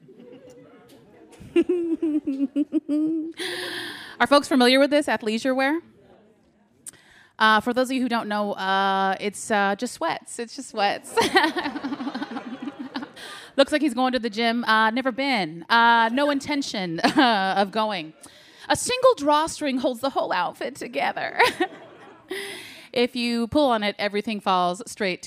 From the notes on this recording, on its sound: A Rightnowish Comedy Night at KQED's headquarters in San Francisco. The evening consisted of a quick Q&A and an open mic segment where audience members came up and cracked some jokes.